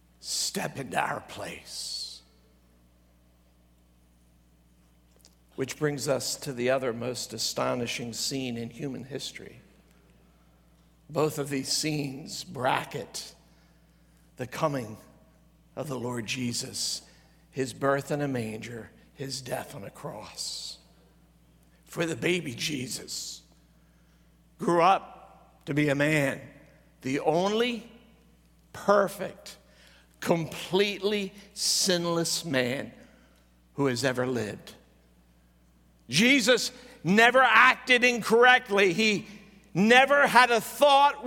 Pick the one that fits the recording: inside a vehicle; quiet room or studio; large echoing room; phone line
large echoing room